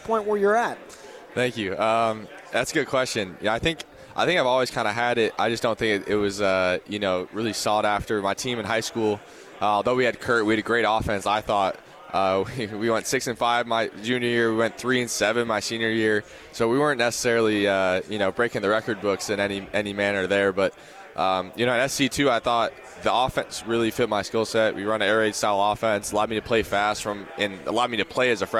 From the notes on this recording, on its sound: LIVE from Pac-12 Media Day in Los Angeles, CA.